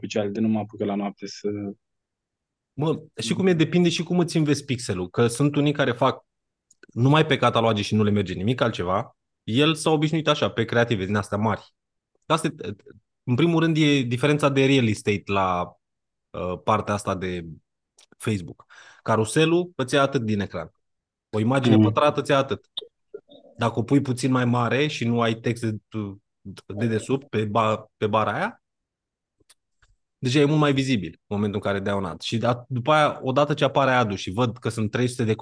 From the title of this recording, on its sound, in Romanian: Conferinta Zoom Saptamanala EcomSchool